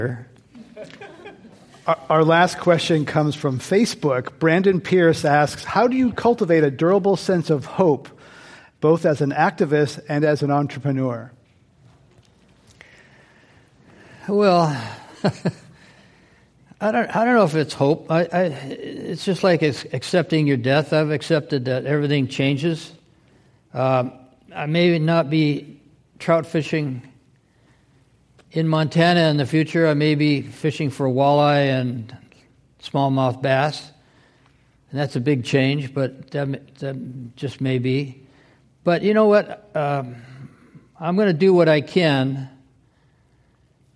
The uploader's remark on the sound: This program was recorded in front of a live audience at the Commonwealth Club of California on October 27, 2016